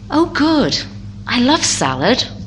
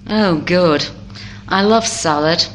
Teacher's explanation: Rising intonation and therefore positive. · Shown in: first take